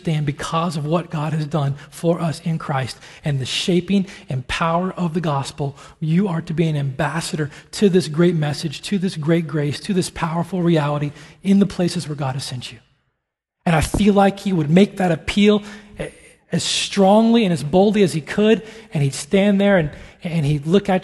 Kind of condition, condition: setting, large echoing room